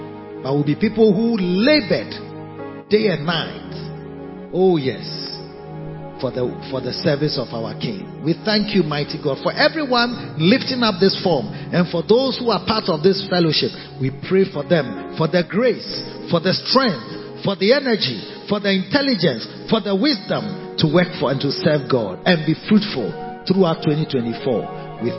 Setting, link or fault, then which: setting, large echoing room